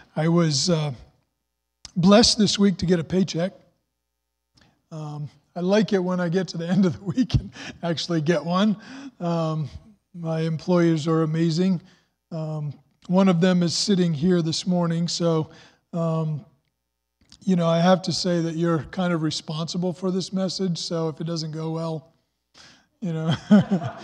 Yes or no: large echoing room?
yes